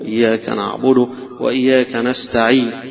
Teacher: فتظهر الضمة خفيفة، يدوها نص حركة أو ثلث حركة كما يذكرون، إنه إظهار الضمة، اختلاس الضمة عليها هو الروم فيها، ولكن يكون على القصر فقط دون التوسط ودون المد.